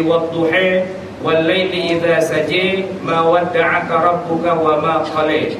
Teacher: imalah itu ketika ada seorang qori membaca surat Wadduha menjadi e di belakangnya. Menjadi Wadduha wal laili idza saji ma wadda'aka rabbuka wa ma qali, gitu ya.